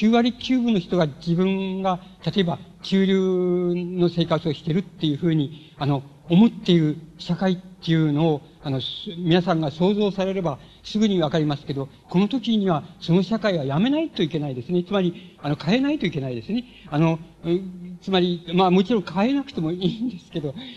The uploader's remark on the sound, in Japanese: 場所：渋谷・シアターコクーン。音源は主催者提供。